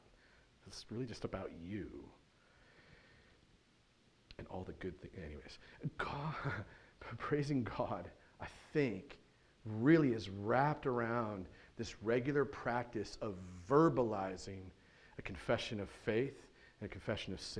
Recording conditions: large echoing room